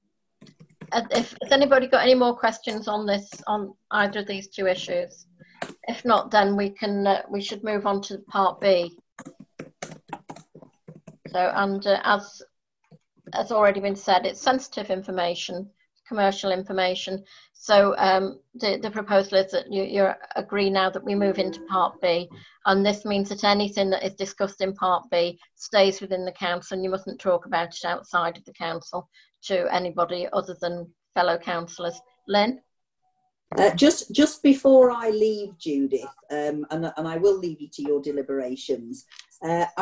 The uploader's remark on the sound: Audio recording of Frodsham Town Council's online extraordinary meeting